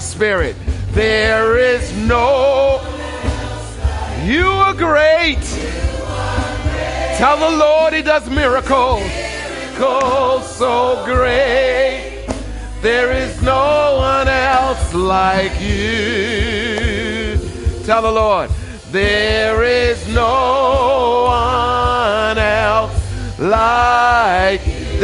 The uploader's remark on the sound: Recorded on 20160417 at the 08:30am Service